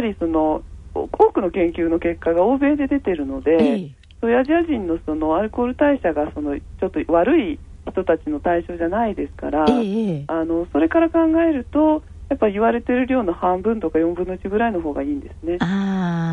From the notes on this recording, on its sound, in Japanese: 電話インタビューの模様をお伺いします。